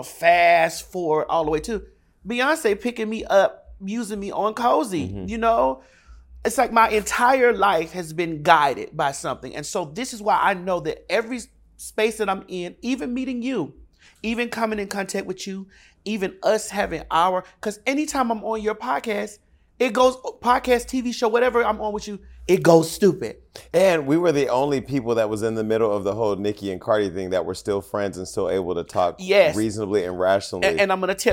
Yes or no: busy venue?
no